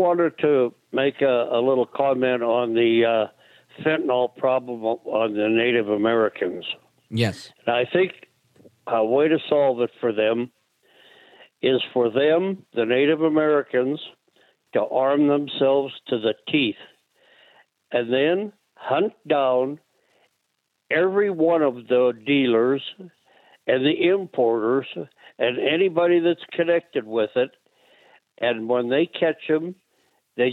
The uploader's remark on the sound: We take your calls in open phones across America.